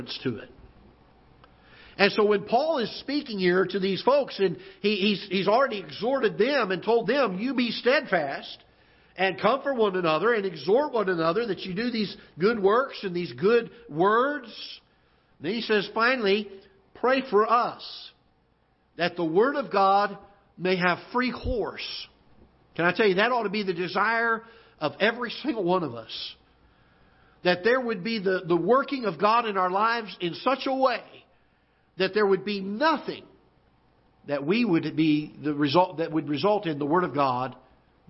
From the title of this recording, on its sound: Ketha Heights Baptist Church ~ Live Broadcast